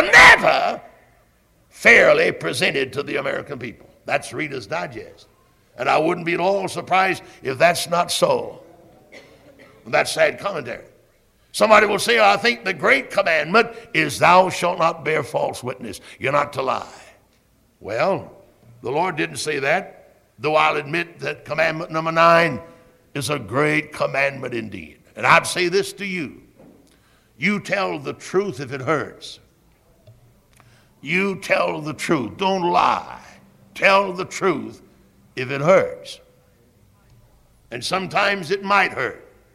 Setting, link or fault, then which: setting, large echoing room